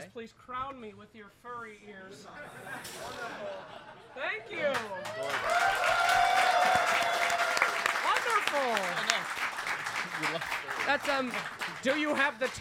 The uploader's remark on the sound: Live from Stockholm Major. The 2nd day of our live show in Stockholm, with more guests, more fans and a lot of chaos!